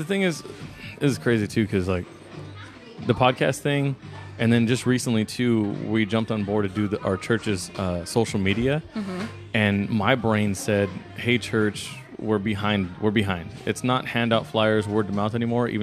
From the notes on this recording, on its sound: We recorded in a Starbucks lobby for the ambiance! The banging and clanging is intentional!